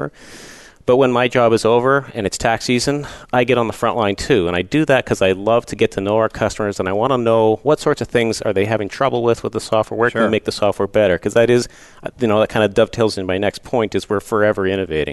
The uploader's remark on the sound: Live Broadcast at the The IPBC IGNITE Conference.